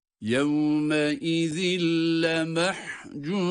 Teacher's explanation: İki esre kendisinden sonra gelen lam harfini de idgam ederek yine idgamı bilağunne oluyor. Lam şeddeli gibi okunuyor.